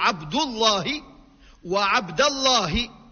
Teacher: ملا اسم الجلالة يفخم مع وجود ضم قبله وإلا فتح